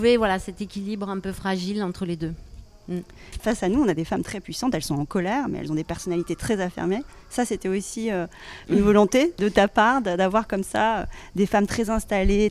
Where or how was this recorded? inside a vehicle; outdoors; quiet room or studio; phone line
outdoors